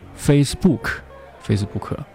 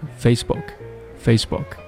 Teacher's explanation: 就等于说 face 和 book 两个单词的重音是一样了 · Shown in: first take · Term: 失去了一个重音